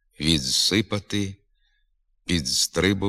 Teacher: Вимова замість дзвінкового «дз» глухого «ц» на місці правописного «д» перед звуками «ц», «ц» відсунути, підскочити, тридцять, канадці є порушенням літературної норми. Треба вимовляти дзвінки «дз» перед глухими «с», «ц» на місці правописного «д».